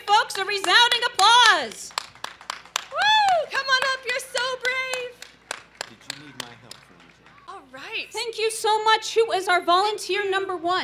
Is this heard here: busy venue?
yes